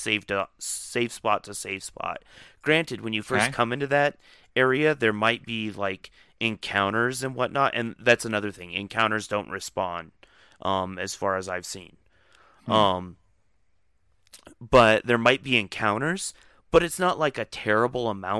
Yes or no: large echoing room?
no